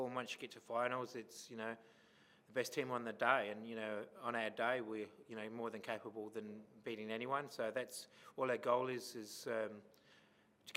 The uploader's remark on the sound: Post-Match Press Conference | Adelaide United v Perth Glory.